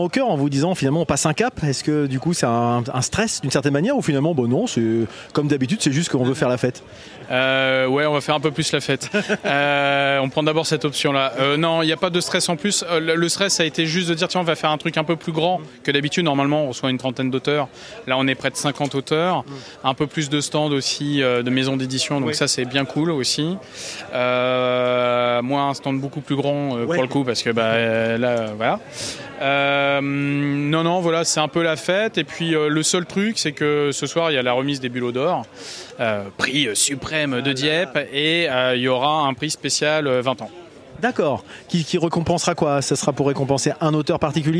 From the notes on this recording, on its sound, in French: L’EntrePod a de nouveau été convié à participer au festival de la BD de Dieppe qui s’est déroulé sur le front de mer, pour la 2e année consécutive. Nous n’avions pas de stand et je suis donc allé réaliser un épisode de « L’EntrePod de balade » en configuration nomade, prêt à dégainer le micro selon les opportunités !